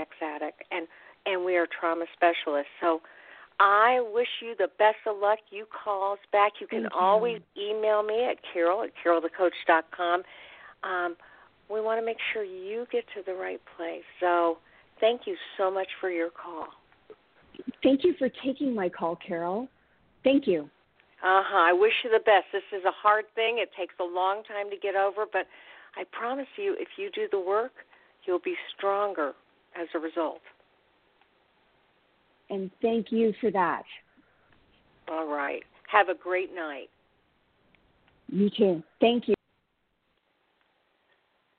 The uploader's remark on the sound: call in questions